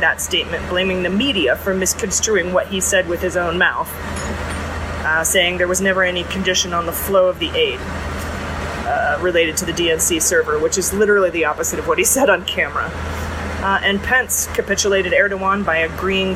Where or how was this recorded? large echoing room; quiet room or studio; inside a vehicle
inside a vehicle